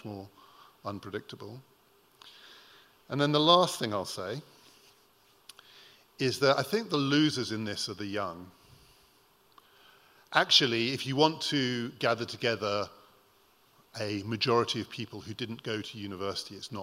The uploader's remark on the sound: Recorded at The Tabernacle in London in May 2018.